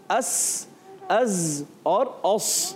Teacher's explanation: ایک آواز آتی ہے جی اس کو کہتے ہیں صفیر، اردو میں کہتے ہیں جھینگر